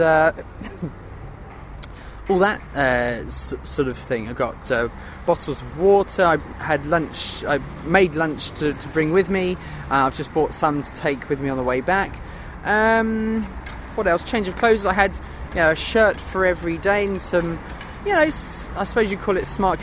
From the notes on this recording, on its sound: I’m on location, in my hammock